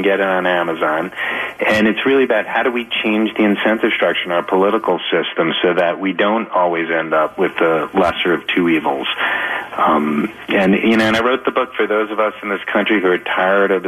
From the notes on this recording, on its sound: via phone